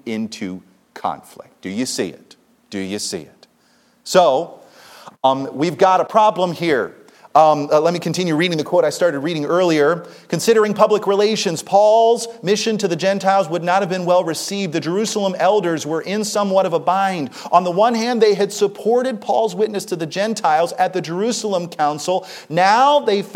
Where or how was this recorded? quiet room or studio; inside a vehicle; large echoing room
large echoing room